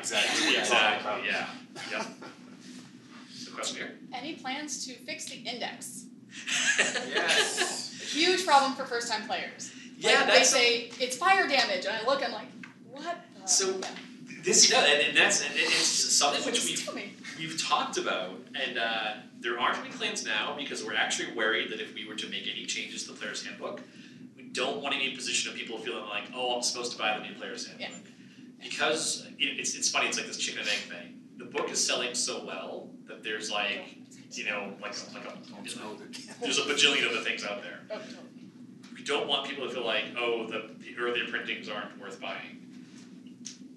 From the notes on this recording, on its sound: A panel discussion. Recorded at Gamehole Con 2017.